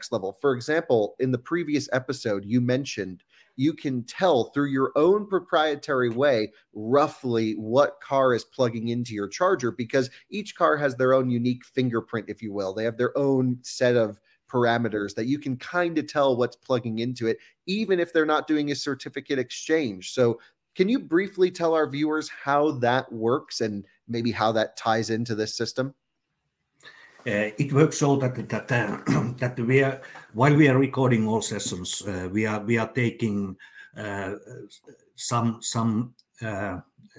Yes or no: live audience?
no